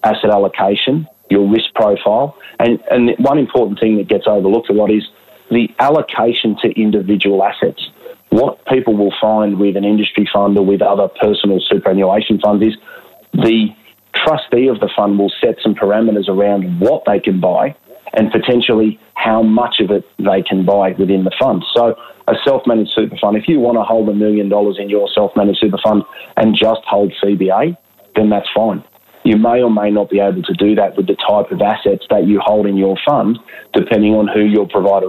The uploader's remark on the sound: Via telephone given the ongoing social distancing requirements that have come into play.